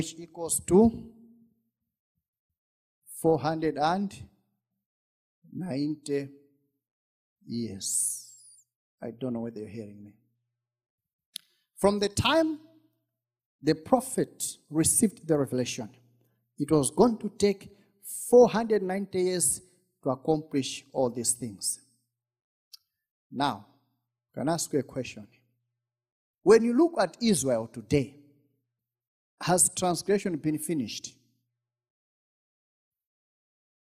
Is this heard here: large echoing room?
yes